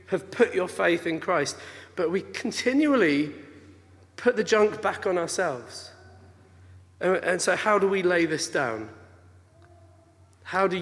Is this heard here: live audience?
yes